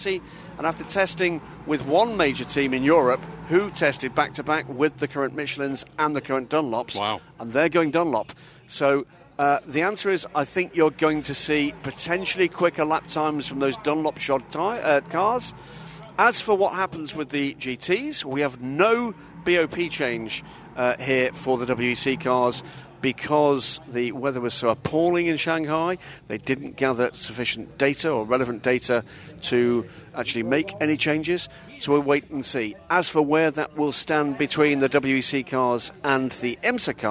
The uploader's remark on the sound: recorded at Sebring